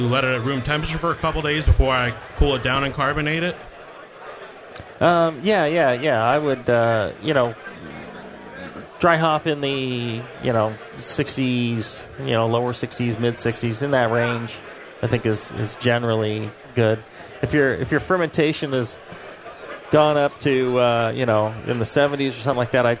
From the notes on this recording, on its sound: Live from the National Homebrewers Conference in Philadelphia, PA. Take live listener questions from the audience.